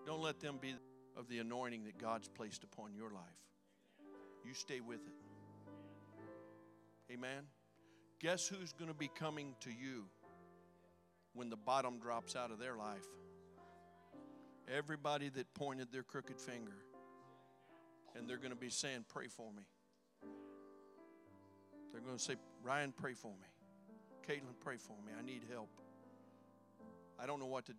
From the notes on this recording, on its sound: During our Sunday evening gathering on May 7, 2023. We are an Apostolic, Pentecostal church located in Poplar Bluff, Missouri.